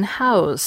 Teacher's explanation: But for people who pronounce them differently, there's a second diphthong. This one starts with the vowel in cut, and moves toward the same U in blue. · Term: Canadian raising